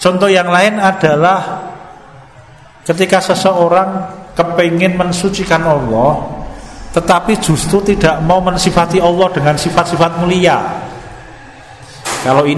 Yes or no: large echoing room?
yes